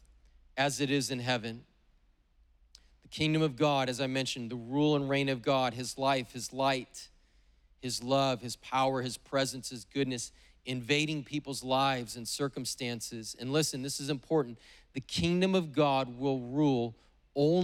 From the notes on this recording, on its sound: preached on August 8th at the 11:30AM service